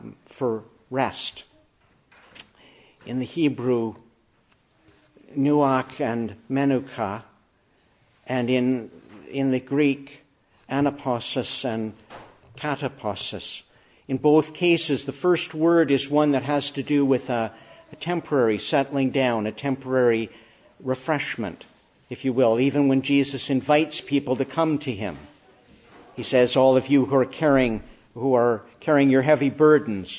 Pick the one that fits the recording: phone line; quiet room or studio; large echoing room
large echoing room